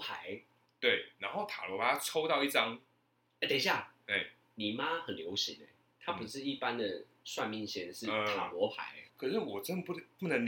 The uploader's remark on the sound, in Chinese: 本集於配備升級之前錄製的, 聲音上需要大家的體諒